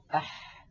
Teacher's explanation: الحاء أيضا يا إخوة من وسط الحلق، أح أح حا حو حي، لاحظوا البحة الموجودة في الحاء الفصيحة